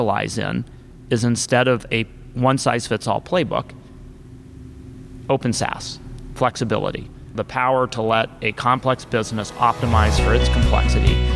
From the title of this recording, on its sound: Live from ShopTalk